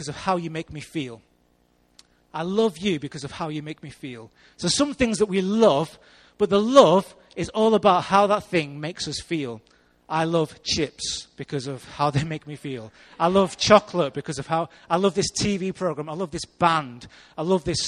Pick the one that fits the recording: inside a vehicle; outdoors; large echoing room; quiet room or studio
large echoing room